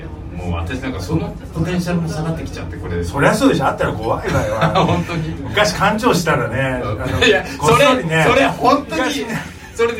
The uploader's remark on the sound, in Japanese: 新宿二丁目ALAMAS CAFEにて公開収録したものを編集しております。途中、会場の都合上、製氷機の音やお客様の声が入っております。機材マイクの関係で音量にバラつきやハウリングがある箇所がございます。